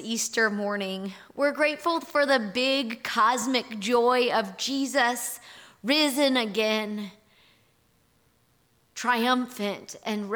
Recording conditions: large echoing room